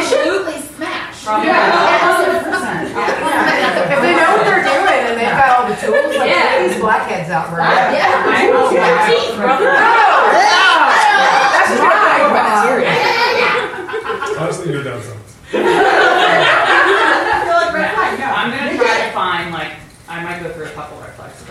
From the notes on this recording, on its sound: Prom Night Live Show. We decided to share the live & uncut Prom Night recording with you! Add some singing and audience participation in the mix.